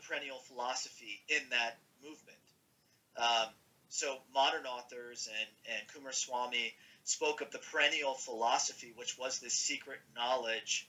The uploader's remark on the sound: Apologies there were audio problems recording this conversation